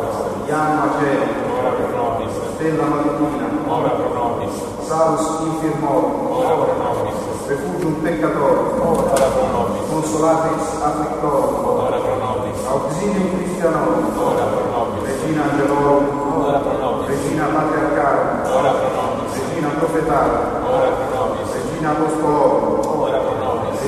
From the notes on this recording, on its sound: This is what it sounds like in this Roman church. This was originally called Santa Maria in Catarina.